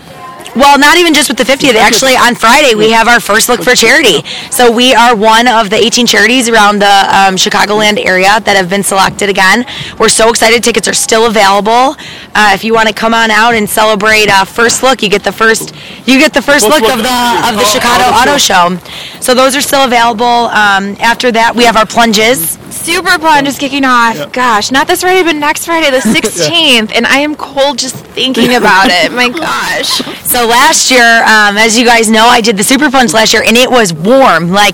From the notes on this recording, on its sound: 2018 Winter Games LIVE From Galena, IL